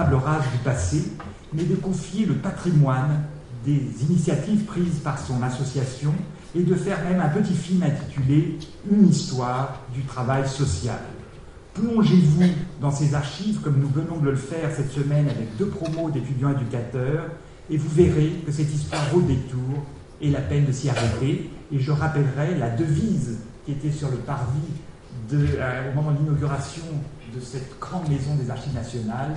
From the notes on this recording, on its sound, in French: Lors du colloque organisé le 29 janvier 2016 aux Archives nationales